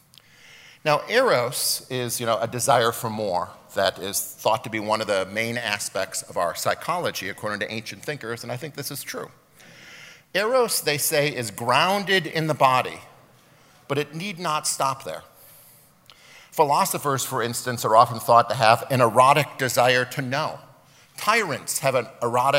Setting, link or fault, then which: setting, live audience